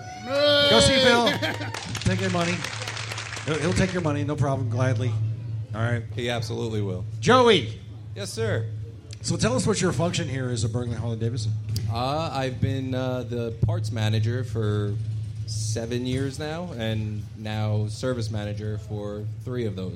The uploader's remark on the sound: Live from Bergen Harley Davidson